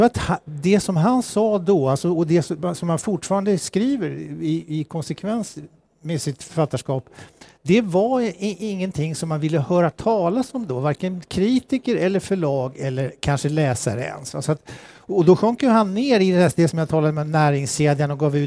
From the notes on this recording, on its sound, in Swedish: Poden är inspelad under Poesimässan som varje år ordnas av Poesibazaren i Stockholms Stadsbibliotek.